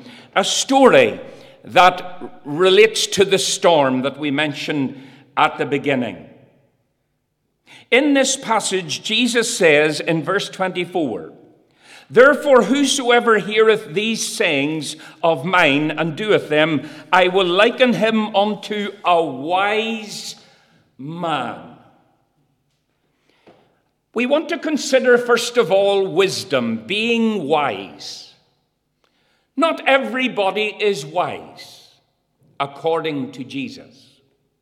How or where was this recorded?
large echoing room